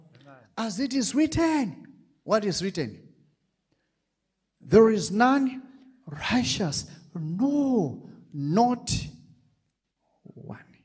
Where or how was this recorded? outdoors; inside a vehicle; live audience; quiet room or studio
live audience